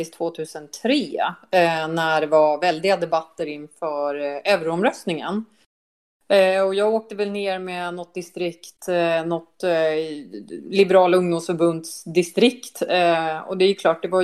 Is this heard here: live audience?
no